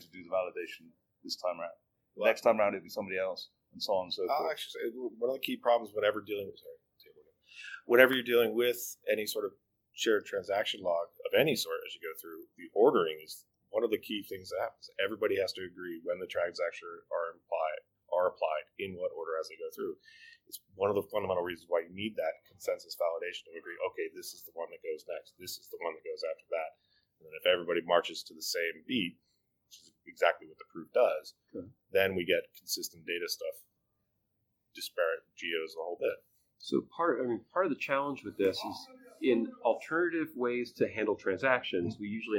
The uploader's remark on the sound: live from GlueCon 2018 in Colorado